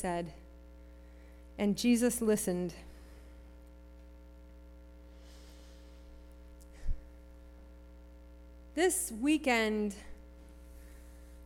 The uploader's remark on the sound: Sermon preached at RCHP.